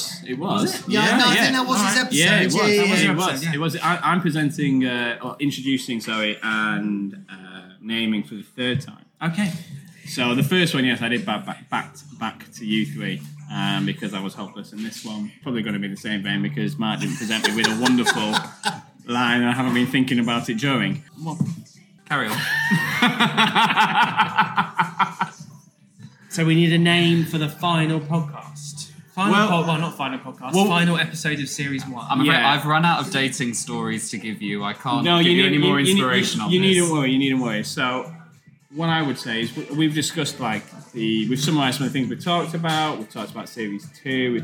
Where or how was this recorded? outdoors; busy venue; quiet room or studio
busy venue